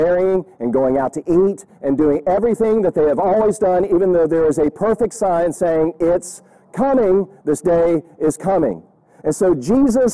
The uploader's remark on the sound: Audio is not great from outside recording. Mint Hill Baptist Church.